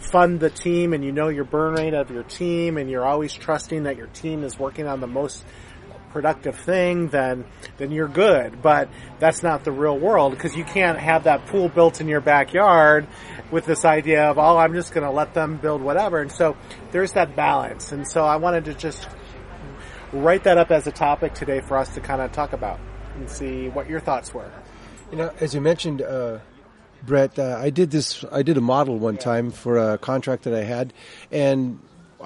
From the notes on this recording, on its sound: outside a Coffee Bean and Tea Leaf in Irvine